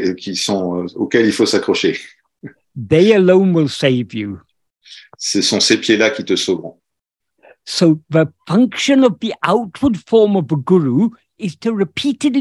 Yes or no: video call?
yes